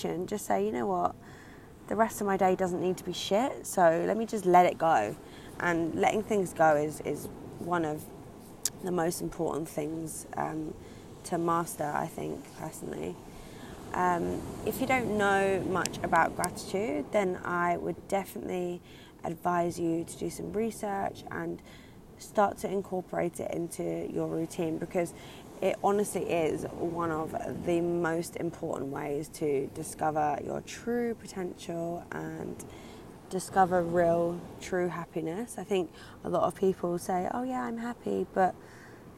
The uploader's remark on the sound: Recorded live by the Atlantic Ocean.